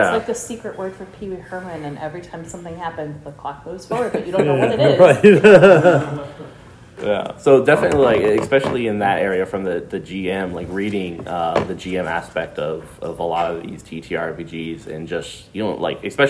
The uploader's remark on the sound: Converting Game Systems Workshop - live at GenCon. Editor Note: I truncated most of the silences in this recording.